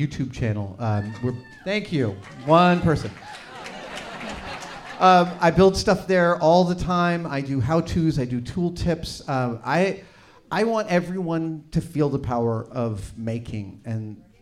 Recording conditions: live audience